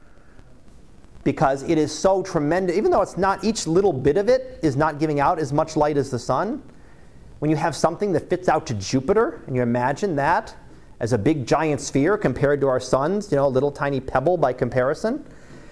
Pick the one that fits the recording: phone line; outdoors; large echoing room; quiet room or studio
large echoing room